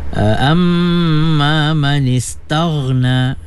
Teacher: mim sabdu wajib ghunnah, ya, ghunnah 2 harakat